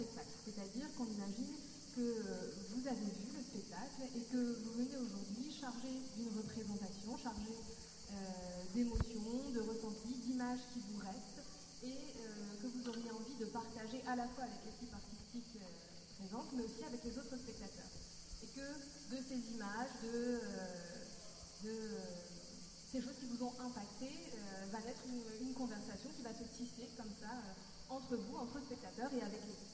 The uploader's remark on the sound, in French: Micro trottoir festival de Avignon 2022. Aller à l'essentiel auprès des artistes avec un micro de fortune.